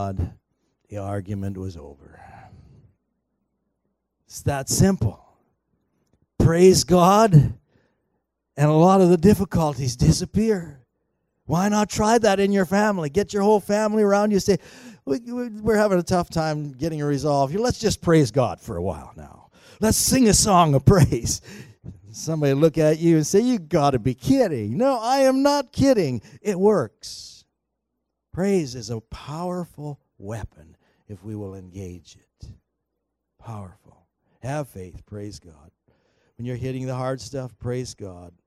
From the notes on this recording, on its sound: At THRIVE Church Vancouver, Canada.